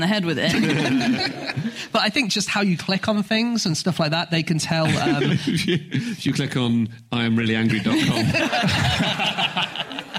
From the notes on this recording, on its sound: Live from the Birmingham mac theatre